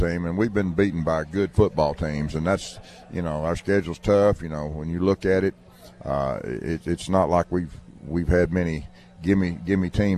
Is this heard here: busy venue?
yes